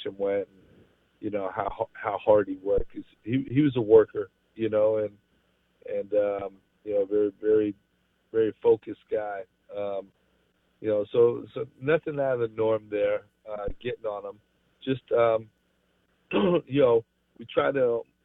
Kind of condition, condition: link, phone line